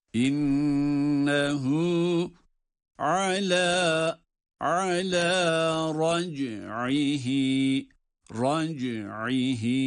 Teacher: O da ha'dan öncedir. İnnehu Bu şekilde ha'dan önce hareke var ise bu ha zamirleri uzatılıyor.